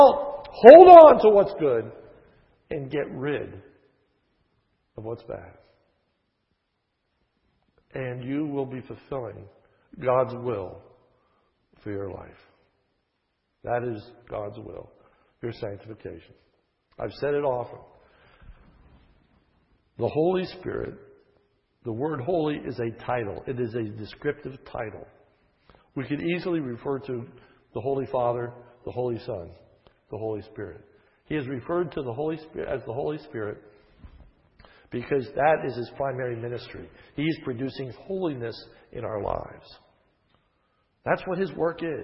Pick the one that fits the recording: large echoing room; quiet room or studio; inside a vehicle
large echoing room